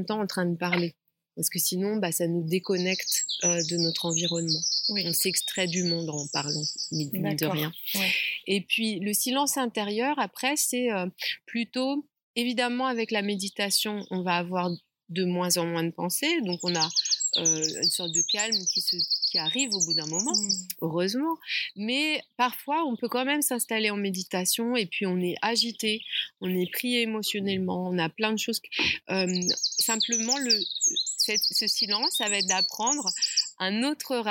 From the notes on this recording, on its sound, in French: Épisode enregistré dans le magnifique jardin de la ferme Kibo !